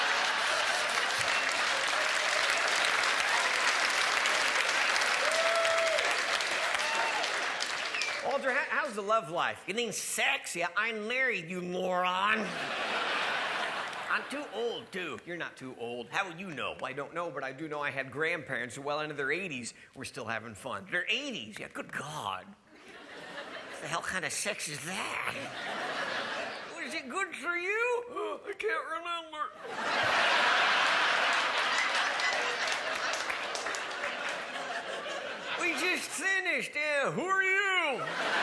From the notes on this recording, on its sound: A comedy event that set the new standard for how truly awesome a comedy special can be. A live show that will have you on the floor laughing!